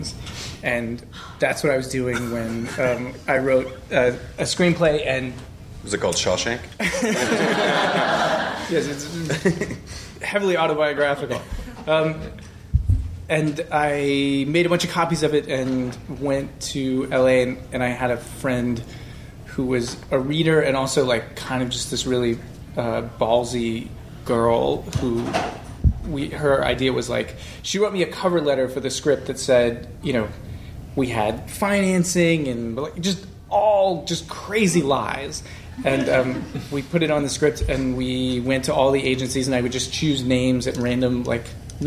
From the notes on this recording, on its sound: The "Stages of TV Writer" panel from the ATX Television Festival.